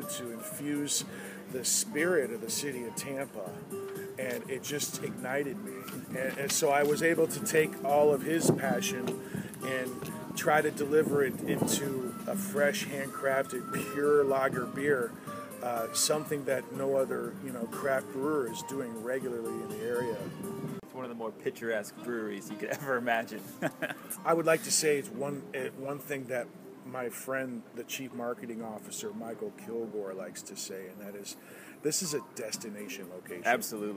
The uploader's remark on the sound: LIVE Ulele Spring Brewery